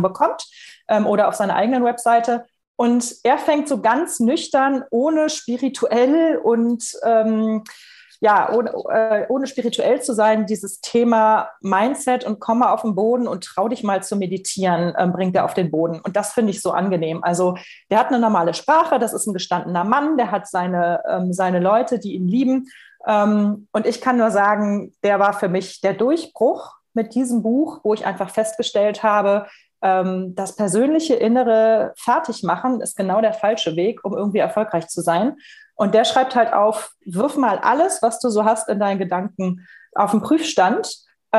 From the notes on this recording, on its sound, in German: Podcast zum interaktiven Live-Webinar.